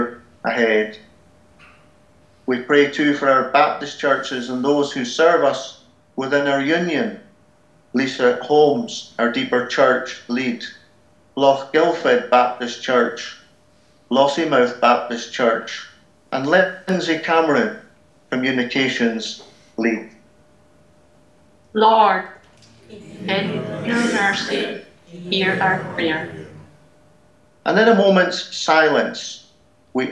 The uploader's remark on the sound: Audio podcast of morning service